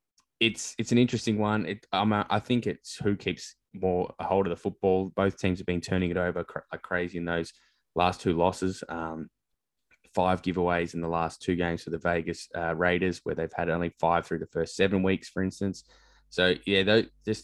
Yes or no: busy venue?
no